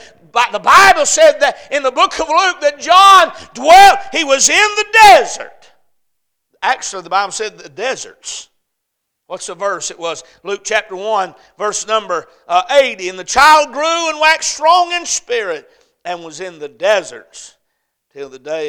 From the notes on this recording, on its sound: A Message preached at Crossroads Baptist Church on Wednesday Evening